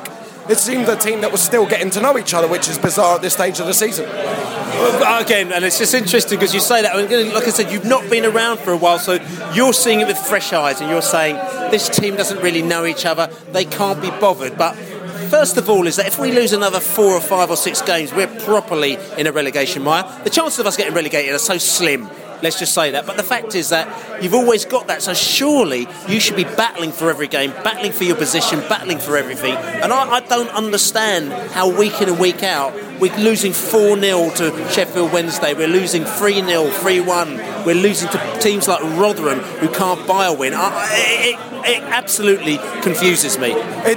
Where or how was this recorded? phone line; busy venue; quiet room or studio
busy venue